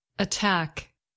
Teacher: The first syllable made the quick schwa sound